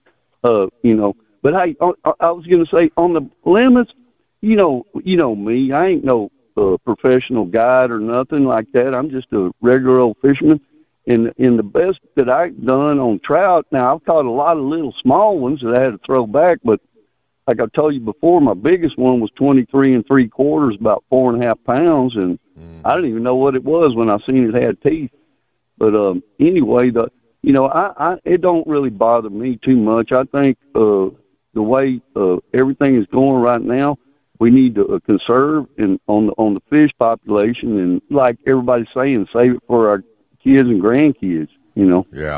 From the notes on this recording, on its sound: We also open the phone lines.